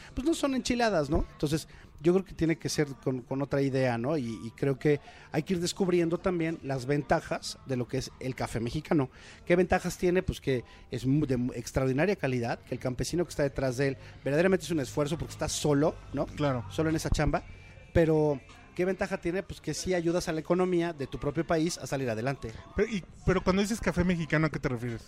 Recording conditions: busy venue